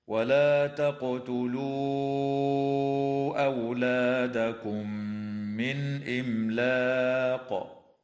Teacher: وتظهر النون الساكنة عند الهمزة في قوله تعالى: من إملاق. وكذا تظهر الميم من كلمة إملاق، ويجوز الوقف على هذه الكلمة من قبيل الوقف الجائز، وتقلقل القاف فيها حال الوقف وجوبا، هكذا: ولا تقتلوا أولادكم من إملاق.